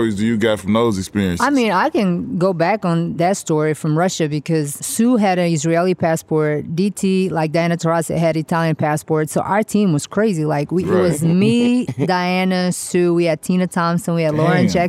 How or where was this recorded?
busy venue